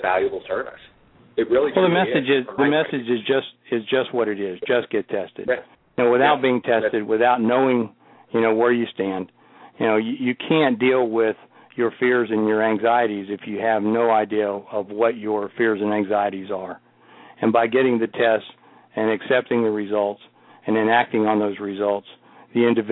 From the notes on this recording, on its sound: broadcasting live from the International AIDS Conference in Washington DC.